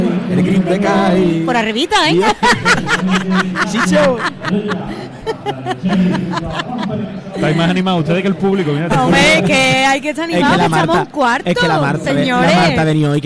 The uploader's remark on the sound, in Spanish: En directo desde el Gran Teatro Falla de Cádiz, escucha la retransmisión del Concurso Oficial de Agrupaciones Carnavalescas del Carnaval de Cádiz 2024 en Onda Cero.